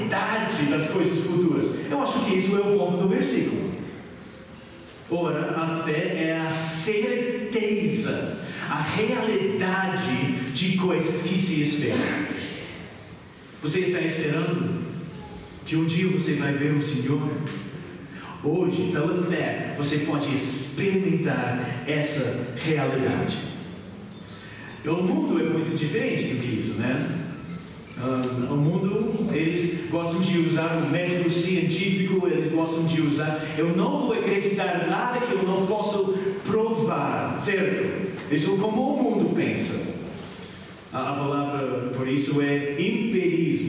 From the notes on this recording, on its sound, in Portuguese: Mensagem gravada na Igreja Batista Jardim Minesota